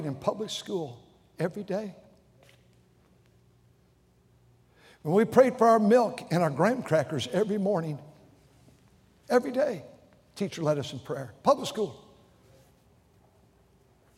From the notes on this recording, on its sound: during the Sunday Morning service on July 2, 2023, at North Valley Baptist Church in Santa Clara, California.